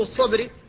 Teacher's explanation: فالباء ساكنة بعد المستعلي المطلق، فلا بد من الحفاظ على ترقيقها · Term: ترقيق الباء